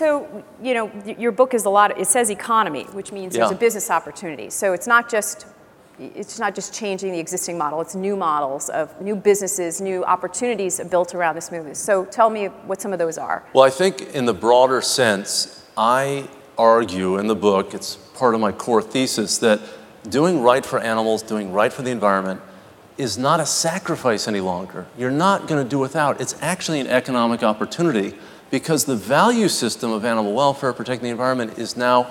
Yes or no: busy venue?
yes